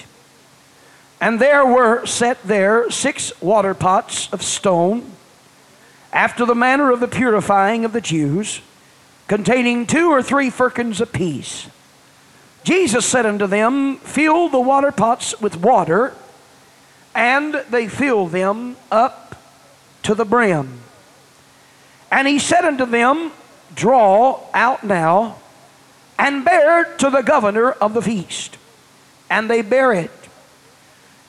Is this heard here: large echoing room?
yes